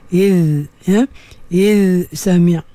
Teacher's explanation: bunyi dia keluar daripada hujung lidah menyentuh gigi tu · Term: izhar dhal